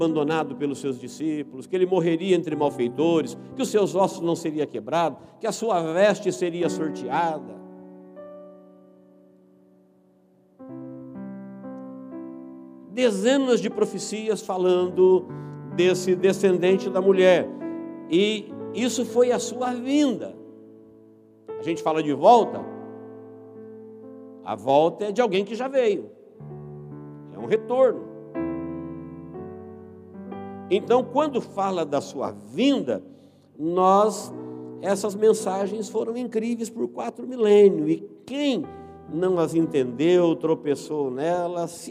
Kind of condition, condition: setting, large echoing room